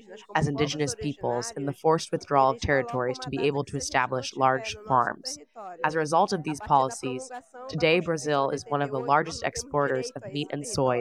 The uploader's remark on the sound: Report from New York Climate Week 2023. In this episode, we share our takeaways from climate week by sharing recordings from panels and conversations at Nature4Climate’s Nature Positive Hub throughout the week.